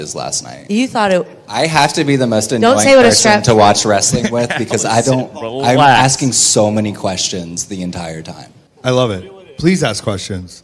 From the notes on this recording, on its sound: LIVE PODCAST RECORDED AT STARRCAST CHICAGO 9/3/23